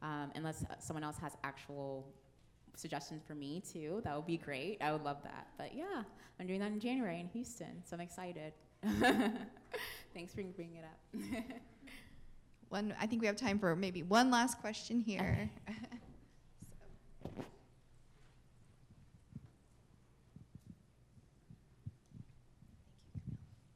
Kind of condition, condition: setting, live audience